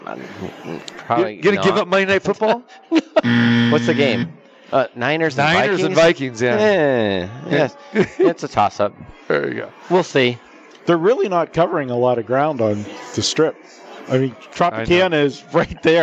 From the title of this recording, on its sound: Live from the Super Book at the Westgate Las Vegas